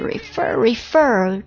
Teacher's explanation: refer 注意了，重音在第二个音节上面